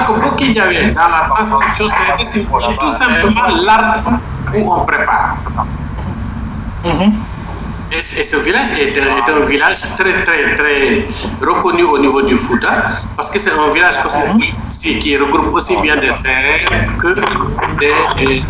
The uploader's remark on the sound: Listen again to our live interview with the Senegalese personality. Radio station : Seereer Radio. Location of interviewee : Fatick, Senegal. Medium : Audio recording. Our sincere apologies for the background noise.